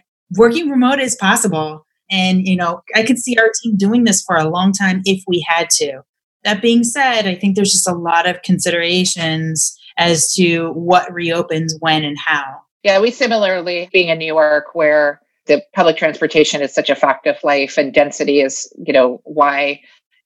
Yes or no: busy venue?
no